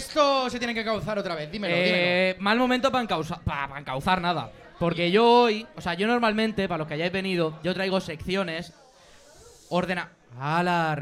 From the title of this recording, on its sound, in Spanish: LIVE en THE 1916 IRISH PUB